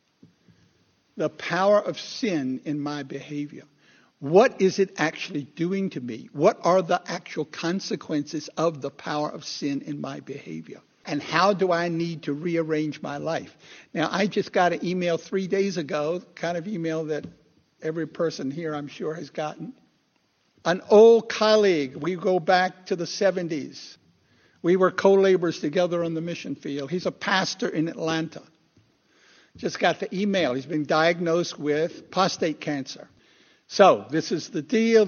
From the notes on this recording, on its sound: Recorded 2/11/2016 at Christ Church Anglican